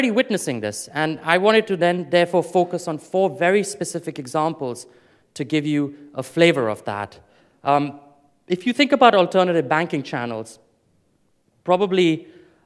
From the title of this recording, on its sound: Afrikoin Cape Town 2014 Opening Keynote